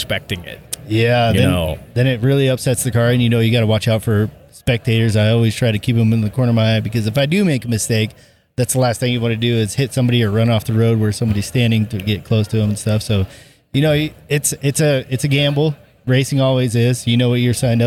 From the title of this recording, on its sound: Live at The Pikes Peak Hill Climb!